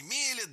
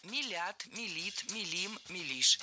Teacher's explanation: Ударение в этом слове всегда стоит за корнем, а корень остается безударным. · Shown in: second take